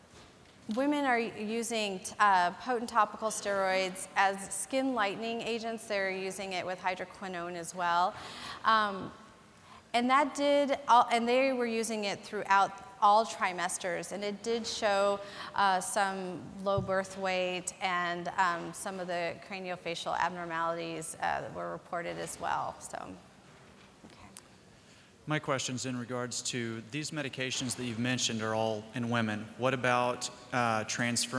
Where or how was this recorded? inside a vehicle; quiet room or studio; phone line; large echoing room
large echoing room